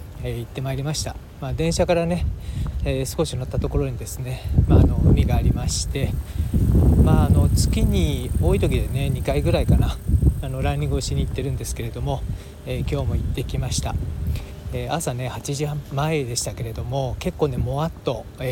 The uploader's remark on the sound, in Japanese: 野外収録。海ランニングの帰り道の一時を収録しました。BGMは今朝、海岸で撮った波の音です。